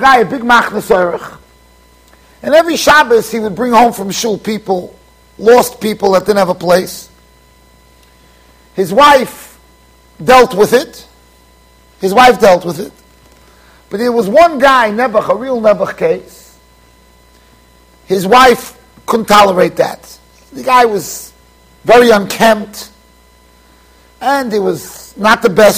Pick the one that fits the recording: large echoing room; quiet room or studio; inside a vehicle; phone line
large echoing room